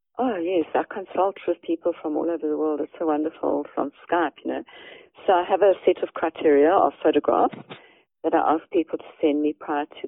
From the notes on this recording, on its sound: Eavesdrop on a telephone conversation